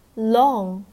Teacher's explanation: long 它最后的一个结束呢，是一个后鼻音的一个嗯的一个发音，所以其实最后自己的口腔是打开的